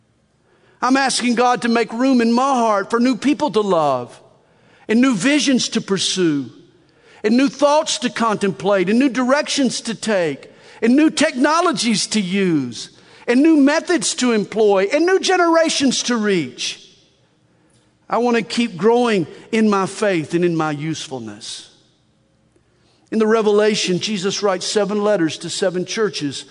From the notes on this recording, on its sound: From the Northern California and Nevada Calvary Chapel Pastor's & Leaders Conference October 4, 2021.